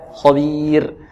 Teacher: والراء ماذا حكمها؟ الترقيق، لأنها ساكنة، وما قبلها ماذا؟ يا ساكنة أو كسرة، نقول خبير أو نقول كسرة.